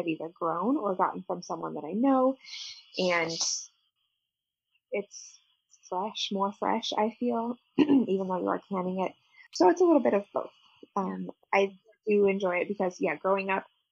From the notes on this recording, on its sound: We apologize for the poor sound quality of this episode. Computer issues happened, but the conversation was too fun to scrap!